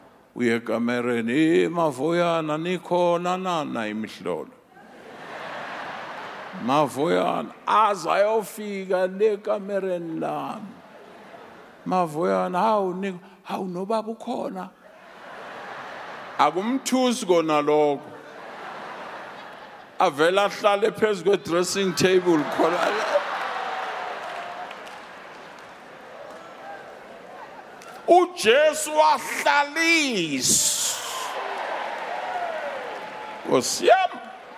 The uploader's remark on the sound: preached at our Annual Home Coming Conference, Word Explosion 2022, hosted at Grace Bible Church Pimville on the 16th of September 2022